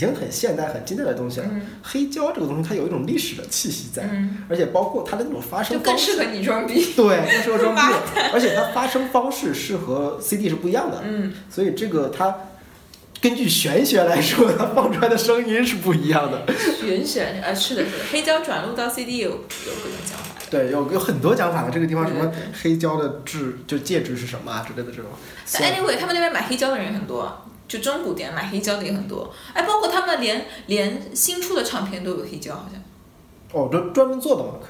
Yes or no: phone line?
no